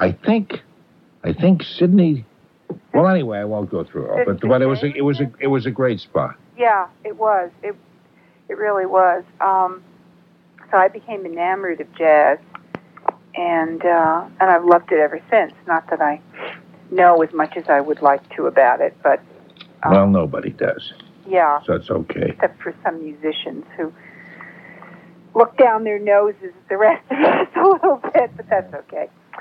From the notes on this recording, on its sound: I’m on the phone. Producing and playing in studio.